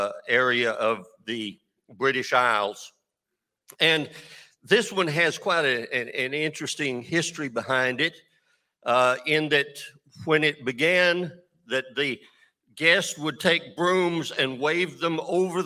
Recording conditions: large echoing room